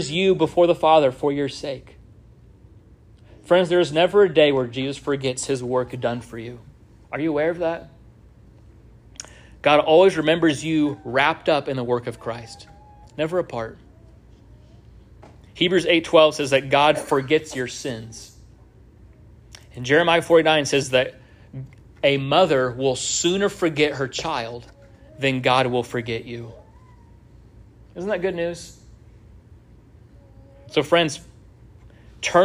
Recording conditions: large echoing room